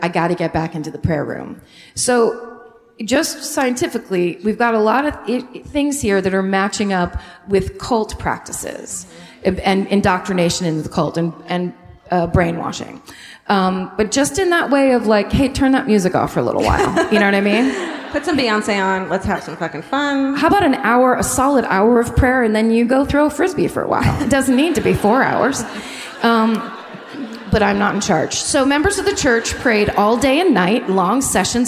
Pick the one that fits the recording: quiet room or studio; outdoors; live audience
live audience